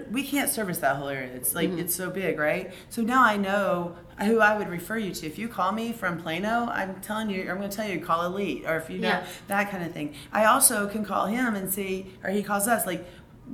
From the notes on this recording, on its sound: In the virtual Lemonade Stand, we are live from Service Nation's International Roundtable in Nashville, TN.